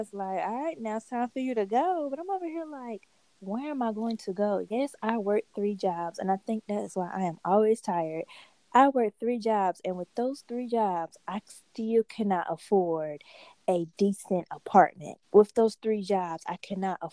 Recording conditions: drop-outs